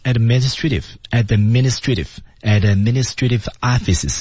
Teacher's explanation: 那么 v 和后面的 o, office, v offices 是有个连读的